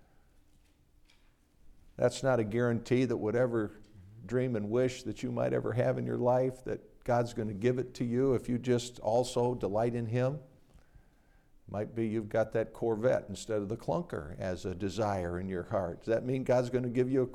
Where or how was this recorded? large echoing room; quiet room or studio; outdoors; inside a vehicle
large echoing room